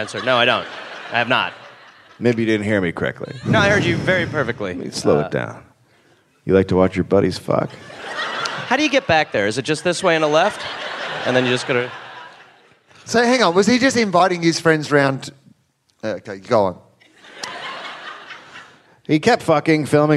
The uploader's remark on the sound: Live in Brisbane